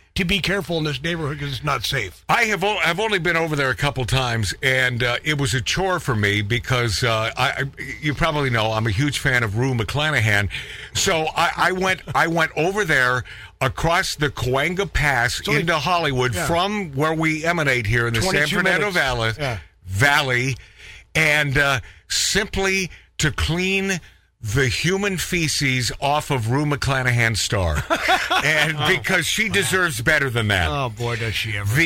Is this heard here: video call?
no